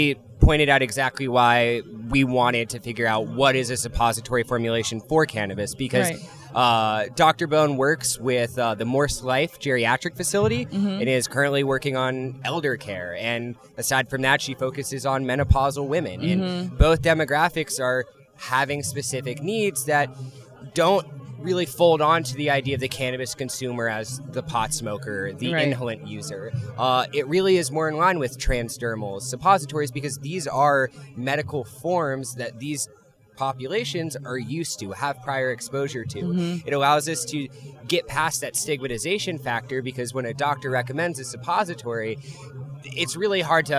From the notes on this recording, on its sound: Live from the show floor of Concentration 2019 in Pala California.